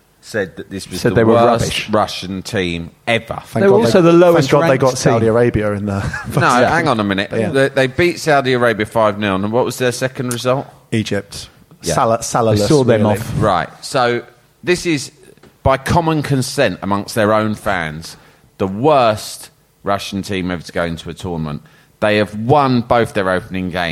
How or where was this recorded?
busy venue